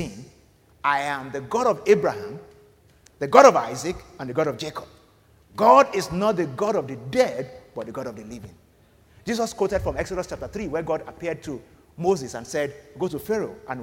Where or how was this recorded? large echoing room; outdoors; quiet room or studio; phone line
large echoing room